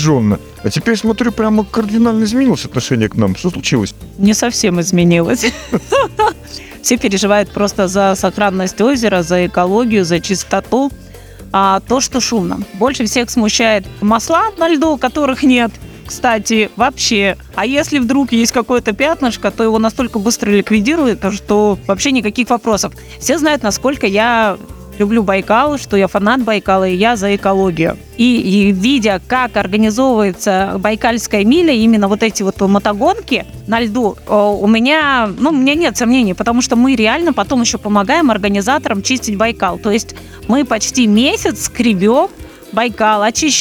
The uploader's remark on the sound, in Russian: Записано в Максимихе на берегу Байкала в полевых условиях в начале марта 2023 года.